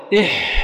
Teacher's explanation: مهموس واضح، لم تذذب في الأوتار الصوتية